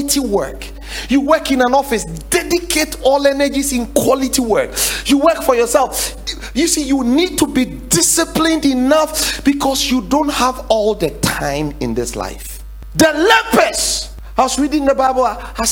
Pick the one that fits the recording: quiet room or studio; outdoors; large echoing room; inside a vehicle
large echoing room